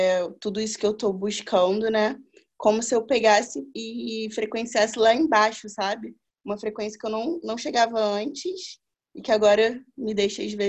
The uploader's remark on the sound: Online via Zoom